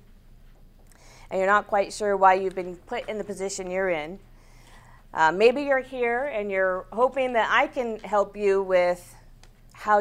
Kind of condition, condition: setting, large echoing room